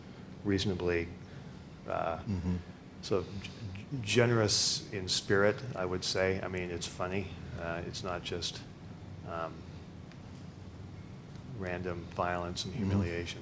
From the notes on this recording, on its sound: These hour long talks are recorded live at The Interval, our bar, cafe, & museum in San Francisco.